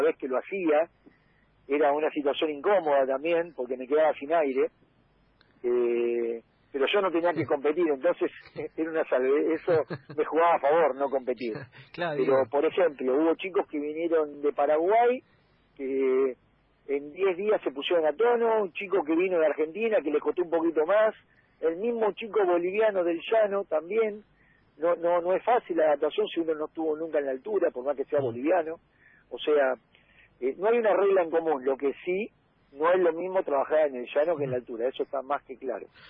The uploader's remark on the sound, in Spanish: En el móvil a distancia